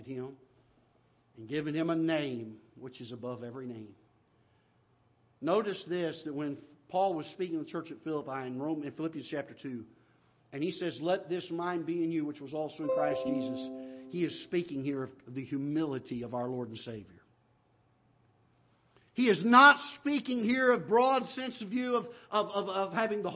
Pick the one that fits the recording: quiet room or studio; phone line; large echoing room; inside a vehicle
large echoing room